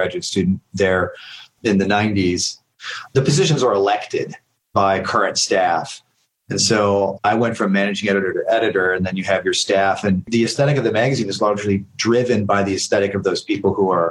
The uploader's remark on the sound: Answering questions from the live cohort who came to our call attended by writers in the Lit Mag Love course. This call happened in the first year of the pandemic.